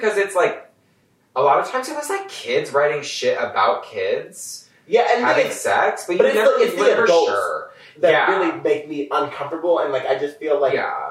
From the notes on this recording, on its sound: Sorry about the audio, we had a bit of technical difficult this week due to the move I'm having.